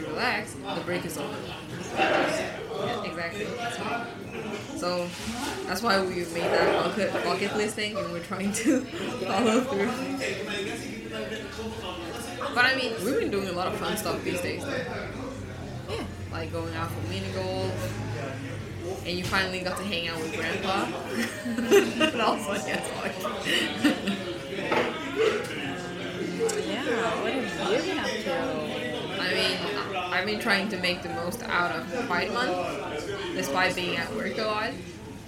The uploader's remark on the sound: This time we tried spicing things up by recording in a café